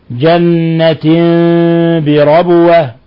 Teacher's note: باء تنوين كسر جاء بعد حرف الباء إقلاب الحكم التجويدي إقلاب تقلب التنوين ميما مخفى عند الباء جنة بربوة ولما سكنت الباء قلقلت لأنها من حروف قطب جد · الحكم التجويدي إقلاب تقلب التنوين ميما مخفى عند الباء جنة بربوة ولما سكنت الباء قلقلت لأنها من حروف قطب جد المقلقلة